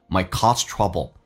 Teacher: might 不被强调降调，不用发那么字正腔圆